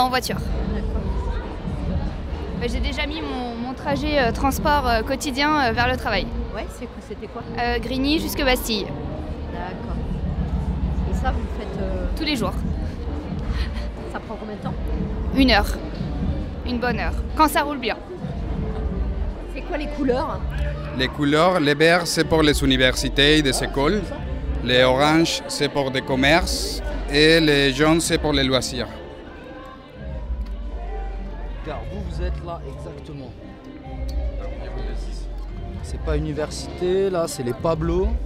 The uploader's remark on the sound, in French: Une émission débat enregistrée à la Grande Halle de la Villette, dimanche 13 décembre 2015, lors du Festival Freestyle